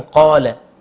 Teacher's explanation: فالالف هنا فخمت تبعا للقاف قبلها · Term: تفخيم